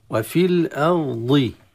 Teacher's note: وفي الأرض، التمكن في الراء قبل الانتقال إلى الضاد، وفي الأرض هكذا، والضاد كما معروف أن فيه استطالة فلا ينطلق الصوت دفعة واحدة، مع مراعاة ترقيق الهمزة، لأن كثير ما نسمع في الأرض أرضي في وفي الأرض، تفخيم الراء كذلك مع الضاد.